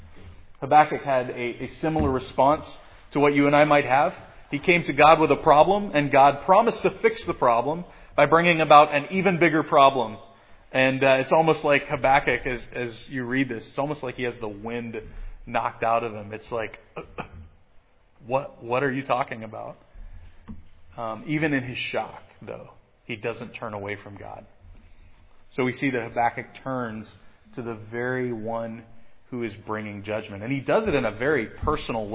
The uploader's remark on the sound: preached at Providence Church on Sunday, April 3, 2022